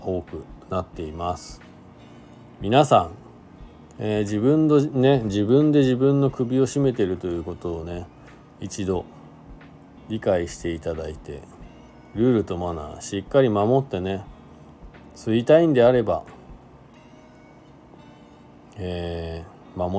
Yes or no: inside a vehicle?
yes